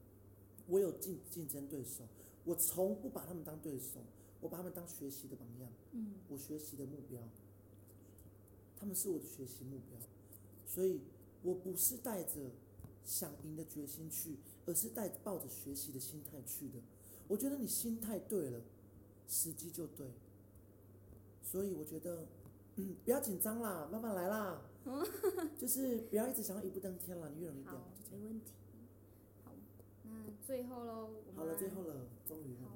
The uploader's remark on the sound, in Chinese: 音量上面會時而大聲時而小聲。整集也因為在開放空間錄製 聲音很小。